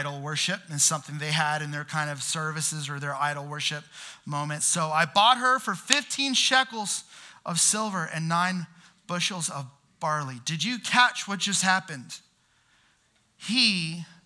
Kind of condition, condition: setting, large echoing room